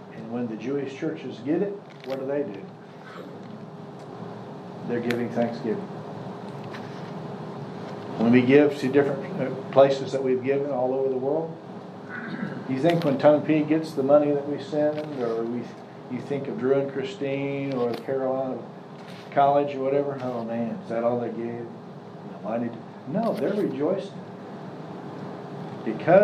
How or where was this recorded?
live audience